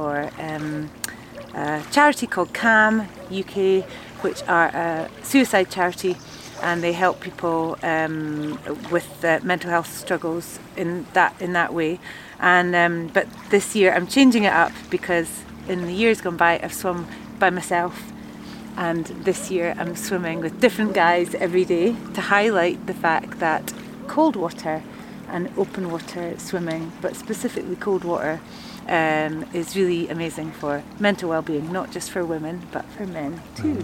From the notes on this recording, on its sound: We had this chat on the shores of Lake Windemere after we had a ‘swim’ in the cold water of the lake. The sound is affected by the surroundings, whether it be other people around or the water lapping on the shores behind us.